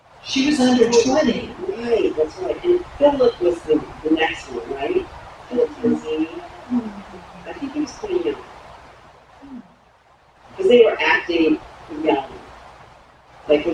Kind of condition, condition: setting, busy venue